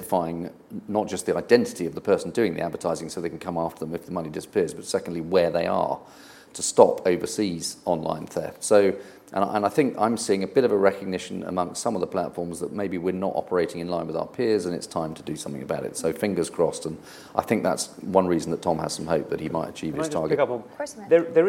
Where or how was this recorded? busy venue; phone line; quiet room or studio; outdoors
busy venue